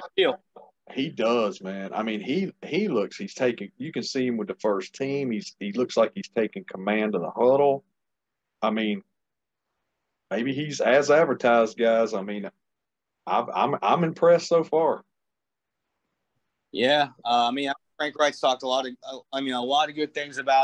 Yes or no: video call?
yes